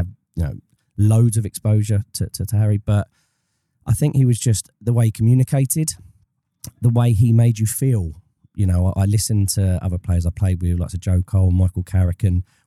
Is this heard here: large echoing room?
no